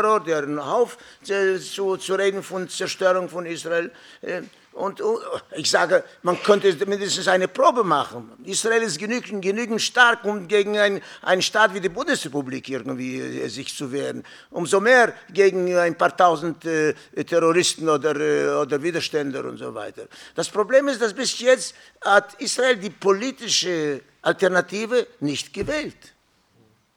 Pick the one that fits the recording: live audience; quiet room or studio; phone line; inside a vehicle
live audience